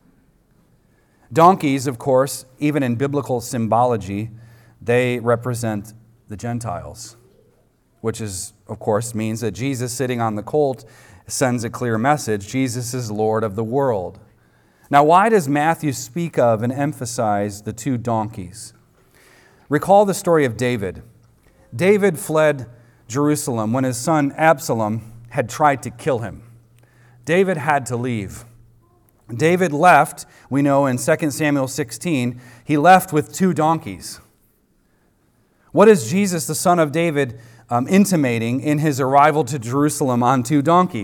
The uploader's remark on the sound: recorded on Sunday, April 2nd, 2023, at the weekly worship gathering of Cross & Crown Church